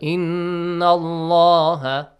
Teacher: because there is a fatha sound before it has to be heavily pronounced the lam